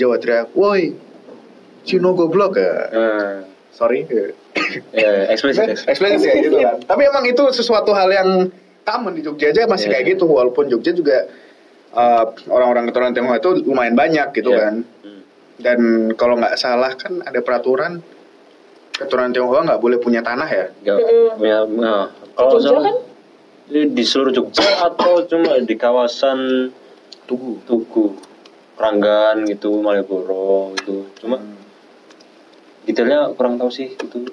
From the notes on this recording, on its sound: BAD AUDIO QUALITY. Maaf kualitas audio kami untuk episode ini kurang bagus di karenakan kami mencoba beberapa hal baru di recording.